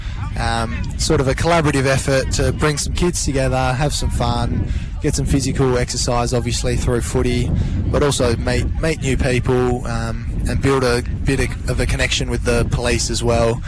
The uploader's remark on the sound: Broadcasts live from Cable Beach for the Kimberley 9's event , a joint initiative by the Purple Hands Foundation and WA Police.